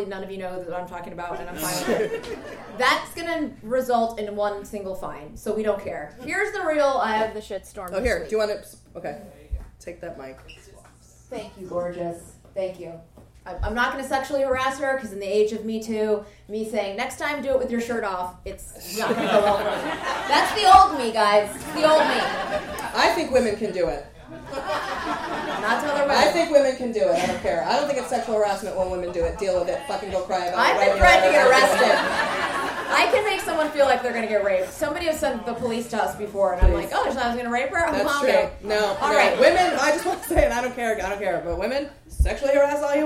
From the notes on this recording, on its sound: Record the podcast live in Portland. The audience (which consisted of 4 fans and 121 day-pass holders to the Portland Queer Comedy Festival) were simultaneously disturbed and curious.